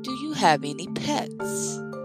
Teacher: Normally, with a yes or no question, the last word rises to a higher pitch or sound than the rest. So, do you have any pets? Has a rising intonation